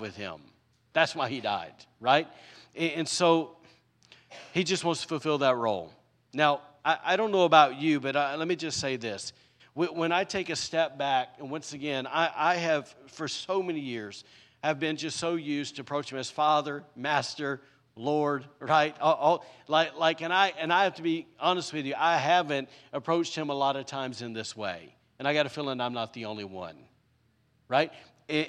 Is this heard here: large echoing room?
yes